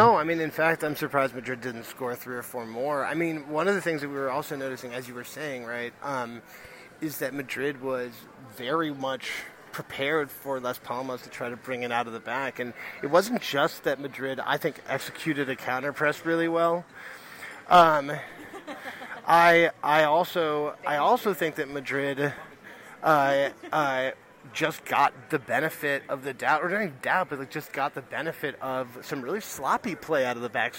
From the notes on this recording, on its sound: Recording from a pub at JFK airport (of course).